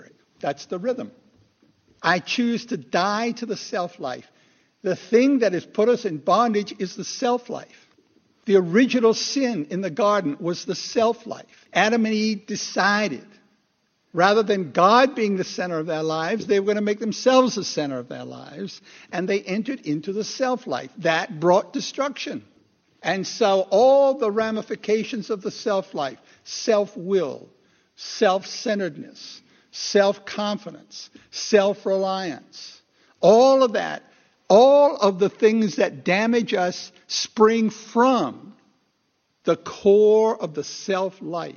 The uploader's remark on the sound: Recorded 2/11/2016 at Christ Church Anglican